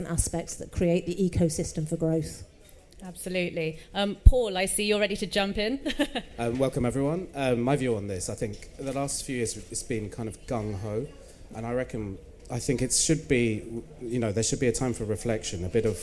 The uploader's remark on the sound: recorded live at MIPIM in Cannes